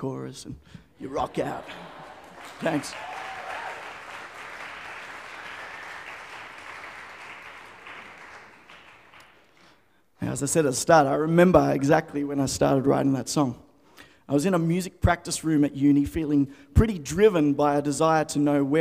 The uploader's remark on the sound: The FaithFeed Live Studio Audience.